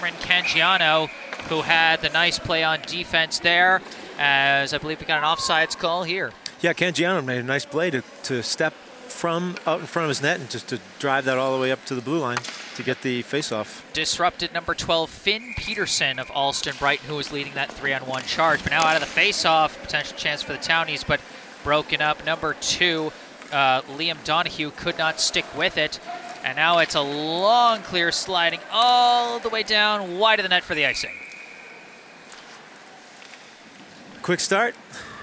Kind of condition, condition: setting, busy venue